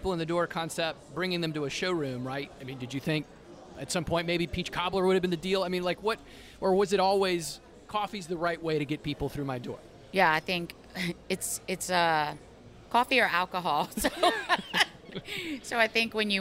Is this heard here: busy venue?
yes